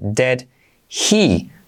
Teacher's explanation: para las preguntas, hacemos la I como E